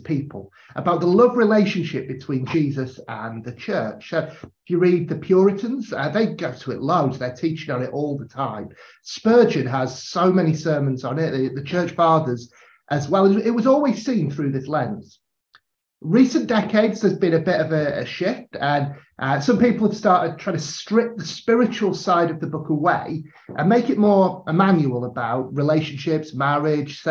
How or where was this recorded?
video call